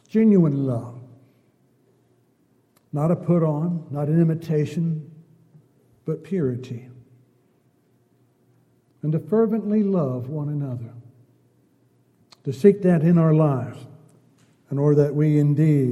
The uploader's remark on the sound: Downtown Church Of Christ Audio Sermon